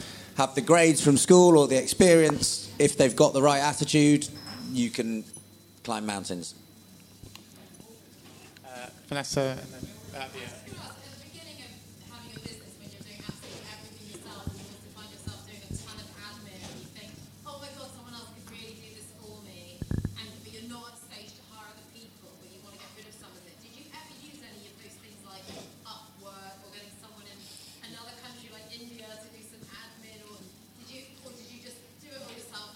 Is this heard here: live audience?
yes